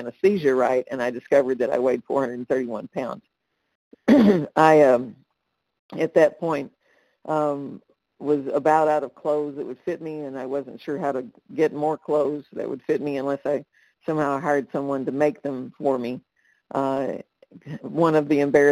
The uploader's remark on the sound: qualification from the 100 Pounders Phone Meeting